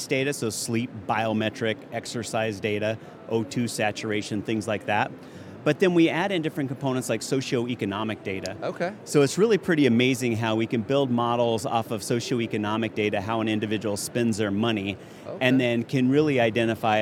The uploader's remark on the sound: Our episode this week was recorded during our StartUp Health Studio interviews at the recent HLTH conference in Las Vegas.